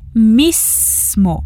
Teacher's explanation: cuidado para não fazer o som de Z, tá bom? É mismo.